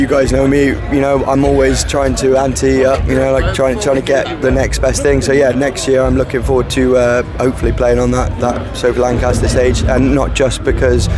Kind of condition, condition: setting, busy venue